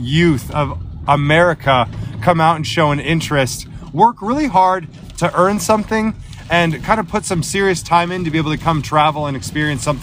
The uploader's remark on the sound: Driving home in an Austin, Texas thunderstorm